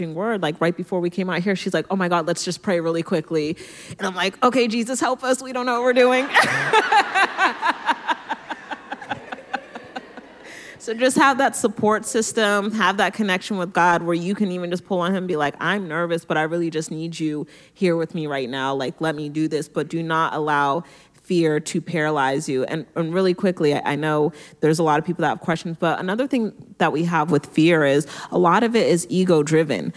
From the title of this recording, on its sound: LIVE PODCAST!